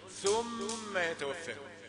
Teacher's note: ثم بتخرج لسانك فيها حرف لثوي